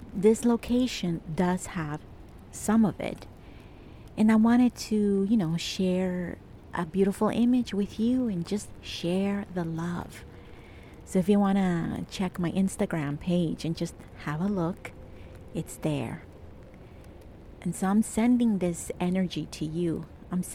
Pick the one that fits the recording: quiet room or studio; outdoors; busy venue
outdoors